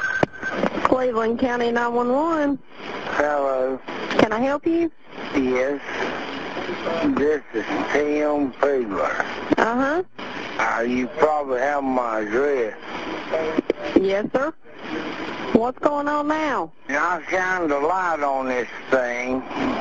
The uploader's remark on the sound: Original Call Recording. North Carolina Calls. As we all know, emergency services record all incoming calls.